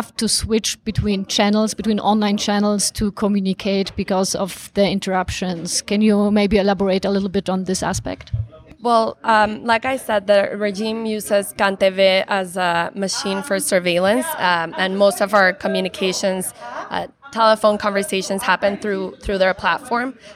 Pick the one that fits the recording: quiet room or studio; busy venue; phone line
busy venue